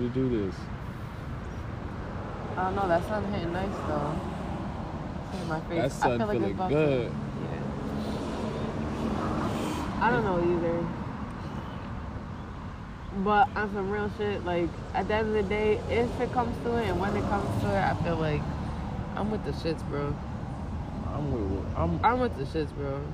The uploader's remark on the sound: This episode was recorded outside.